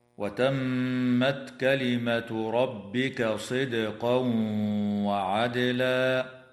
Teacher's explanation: الميم المشددة في كلمة وتمت يجب أن تغن بمقدار حركتين وصلا ووقفا، والدال الساكنة في قوله تعالى صدقا وعدلا يجب أن تقلقل في حالتي الوصل والوقف